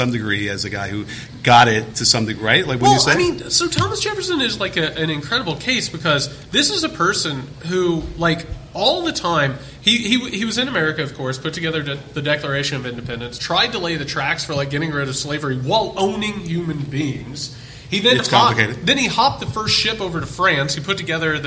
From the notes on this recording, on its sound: A Live Discussion. Appeared at a book signing at Changing Hands Book Store in Phoenix, Arizona. Answer questions from the audience.